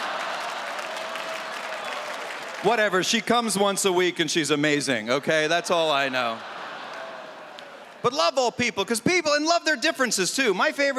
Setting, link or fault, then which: setting, live audience